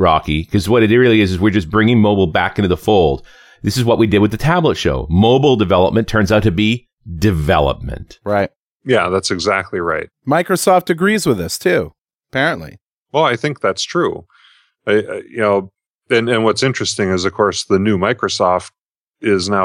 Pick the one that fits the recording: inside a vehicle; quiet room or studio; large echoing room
quiet room or studio